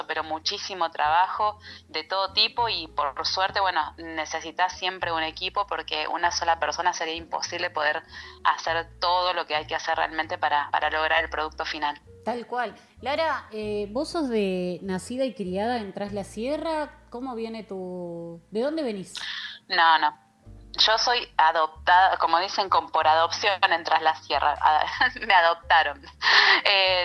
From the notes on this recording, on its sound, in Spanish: Charla Telefonica